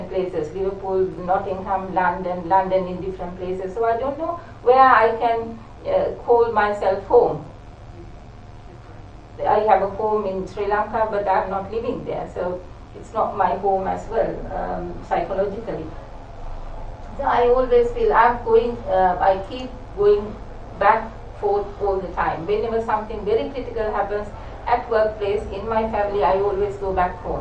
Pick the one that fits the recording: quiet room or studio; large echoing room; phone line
large echoing room